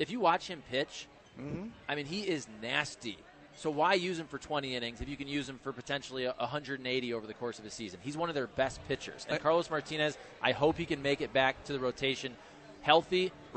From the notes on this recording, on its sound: broadcasting live from the Westport Social